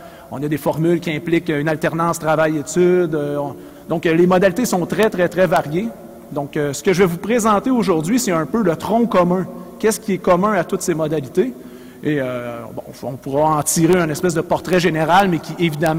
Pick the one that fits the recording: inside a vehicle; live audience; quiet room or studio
live audience